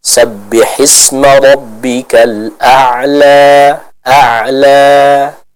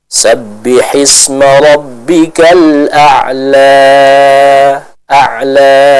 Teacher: Di surat Al-A'la ini kita melihat pada seluruh ayatnya ya, atau lebih khusus lagi yang kita bahas pada malam hari ini, ayat pertama hingga ayat yang ke-10 itu diakhiri dengan mad tabi'i ya, dengan mad tabi'i. Yang mana seluruh akhir ayat ini dibaca dengan kadar panjang 2 harakat saja. · Shown in: first take